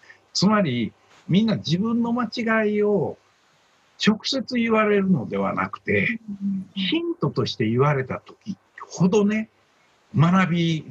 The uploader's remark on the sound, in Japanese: ようは会ラジオは、今回もZoom収録。